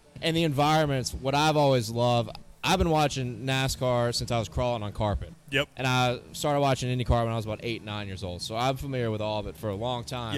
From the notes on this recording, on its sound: LIVE from Hooters in Downtown Indianapolis